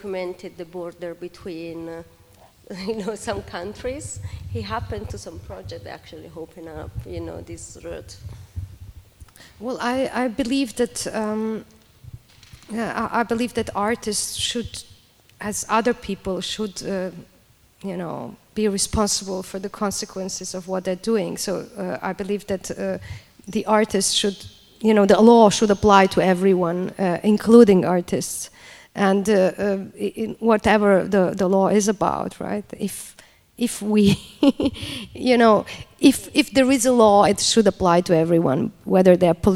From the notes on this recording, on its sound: Took place on 6th March 2018 at LADA. This is an audio recording of the event.